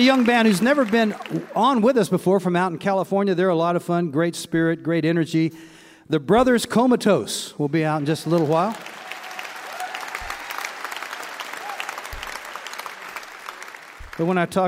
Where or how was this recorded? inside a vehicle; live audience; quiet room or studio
live audience